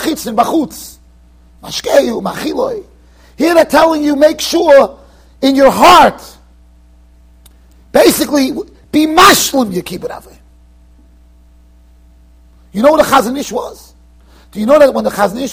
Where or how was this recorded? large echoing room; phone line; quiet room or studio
large echoing room